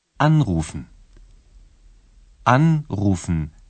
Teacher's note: обе части глагола соединены. Ударение падает на первый слог.